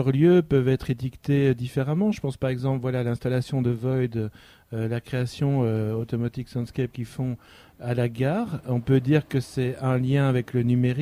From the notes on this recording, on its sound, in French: Première émission quotidienne en direct du Café Europa dans le cadre de City Sonic 2015 le 8 septembre 2015!